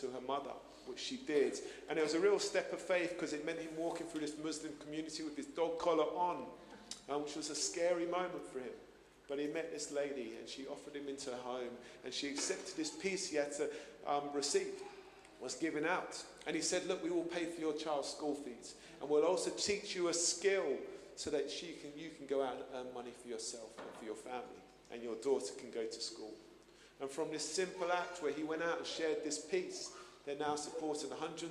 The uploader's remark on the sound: Streamed live at St Paul's Shadwell on Sunday, 7 January 2024